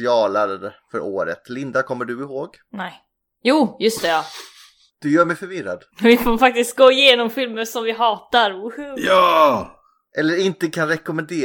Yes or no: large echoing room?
no